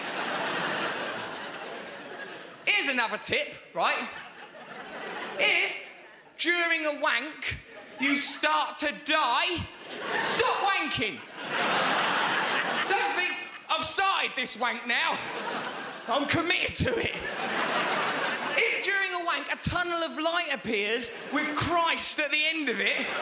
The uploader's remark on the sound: Recorded at the Hackney Empire